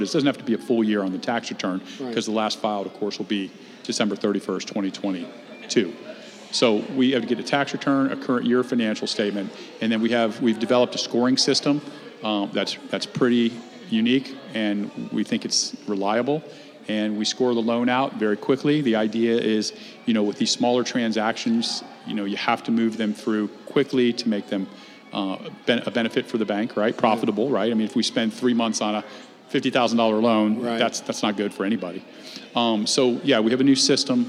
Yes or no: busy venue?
yes